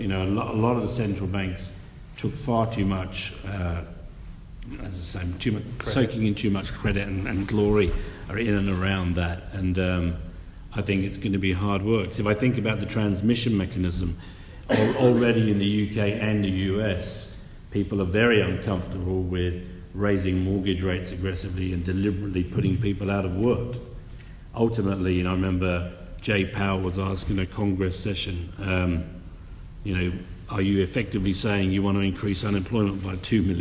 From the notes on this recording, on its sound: A live conversation in Frankfurt, recorded at the inaugural Alternative Investment Congress, staged by Capinside.